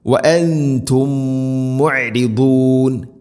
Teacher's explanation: മീമു സാക്കിനയ്ക്ക് ശേഷം മീമ്, ഇദ്ഗാം മുതമാസിലൈൻ, മീമിനടുത്ത മീമിലേക്ക് ഇദ്ഗാം ചെയ്ത് മണിച്ചുകൊണ്ട് ഉച്ചരിക്കണം. ഇത് ഇദ്ഗാം മുതമാസിലൈൻ ആണ്, അത് ഒരേ അക്ഷരമാണ്, അതാണ് ഇദ്ഗാം മുതമാസിലൈൻ.